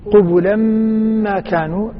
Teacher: لاحظوا التنوين مع الميم قبلا ما كانوا، شددت الميم · Term: الإدغام الكامل